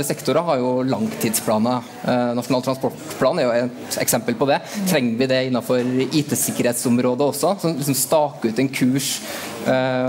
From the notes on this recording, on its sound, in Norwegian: Under Arendalsuka samlet Atea et panel.